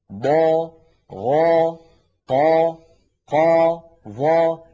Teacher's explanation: لاحظوا بأنها كلها عند النطق بها هواؤها وضغطها يتجه إلى سقف الحلق، لا تقبل النزول · Term: الحروف المستعلية